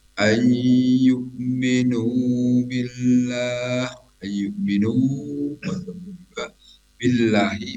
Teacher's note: lafaz Allah dibaca dengan a jangan o